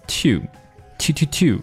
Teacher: been, been to, been to,你去仔细听他刚才读的又不是 been to,那我们知道我们之前反复的强调 to 啊，在口语中通常 99%的情况他都会读成 t, t, 也就是把这个 u sound 的元音给它弱读成一个 schwasound, 一个 a sound,所以说 to 会变成 t,但是在这儿 t 也被省略了啊，因为我们知道 n 后面出现的 t 经常会被省略，所以说这个 been to 就变成了